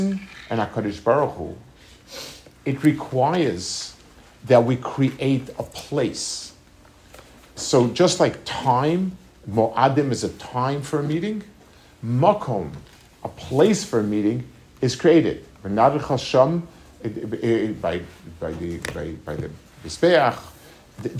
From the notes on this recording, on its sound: Delivered at the YU Community Kollel in Los Angeles. Delivered at the YU Community Kollel in Los Angeles.